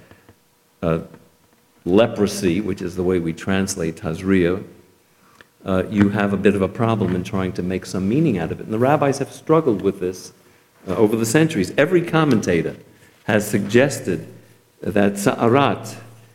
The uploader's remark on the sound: Delivered at Temple Emanu-El